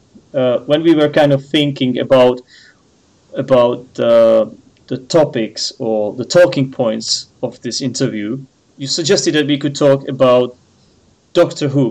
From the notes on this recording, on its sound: called on skype